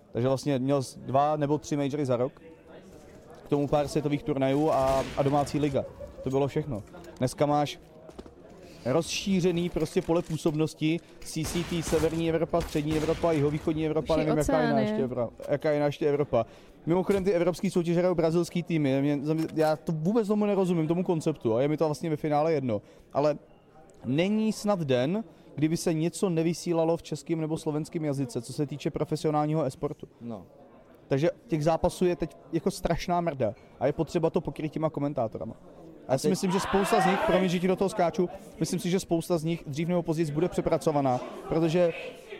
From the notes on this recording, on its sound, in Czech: Na RETAKE festivalu jsme živě rozebrali